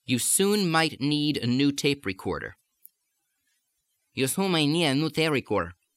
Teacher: You soon might need a new tape recorder. I'm almost making all the final consonants disappear.